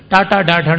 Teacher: ನಾಲಿಗೆ ಮಡಚಿನಿಂದ ಮೂರ್ಧನ್ಯ ಅಂತ ಆಗುವಂಥದ್ದು